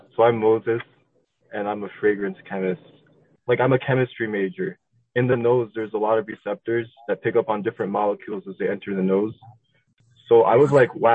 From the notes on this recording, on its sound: I asked if I could simply record a cold phone call with him, and he was miraculously game. This is our literal phone conversation of our first time ever speaking.